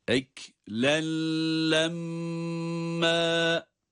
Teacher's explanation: Burada idgam bilâhunne olması sebebiyle tenvini lama İdgam ediyoruz.